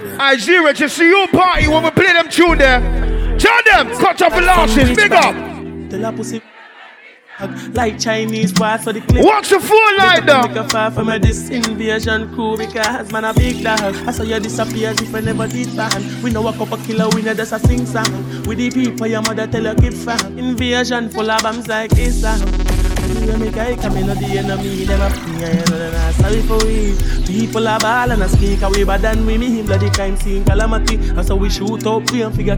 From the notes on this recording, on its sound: Live Set From Love & Affection 2023